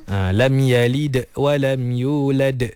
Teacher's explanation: Seolah-olah huruf dal tu setelahnya ada hamzah. Yalid de. · Term: qalqalah yang salah